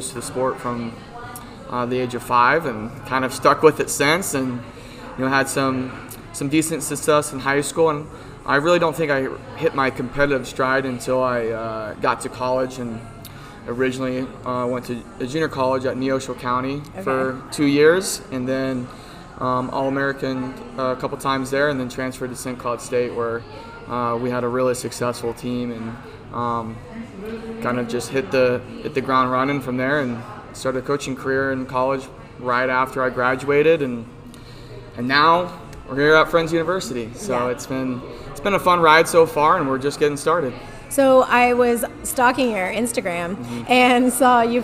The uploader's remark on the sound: This week we recorded at Cocoa Dolce in downtown Wichita.